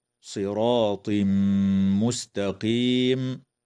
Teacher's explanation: ويدغم التنوين في الميم مع الغنة في قوله تعالى: صراط مستقيم، وتنتهي الآية بالاتفاق عند